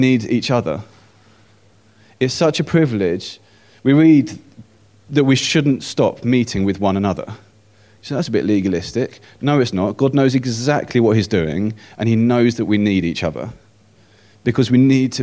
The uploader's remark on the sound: At King's Church, Cockermouth, as an audio file.